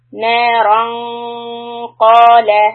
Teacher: So after نارن، this رن، we are going to hold it for two counts. It's called إخفاء and it is followed by the letter ق. So we are going to raise the back of the tongue for ق.